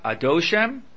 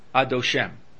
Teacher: Oh, here the Mishnah Berurah says, when you pronounce Hashem's name, Tam HaNagina Hu Milara. That means the accent is on the later syllable. In other words, it's on the last syllable. · Shown in: second take · It's not Adoshem, but rather it's Adoshem.